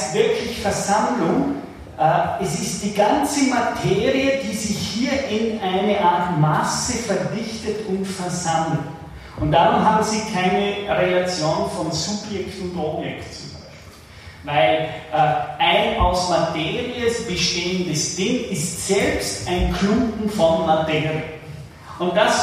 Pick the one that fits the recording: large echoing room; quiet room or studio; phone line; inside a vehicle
large echoing room